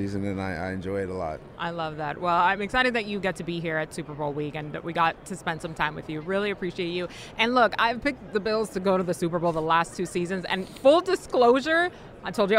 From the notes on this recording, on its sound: live from Super Bowl LVII Radio Row